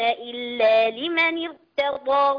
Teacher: أنا بفخم الراء في ارتضى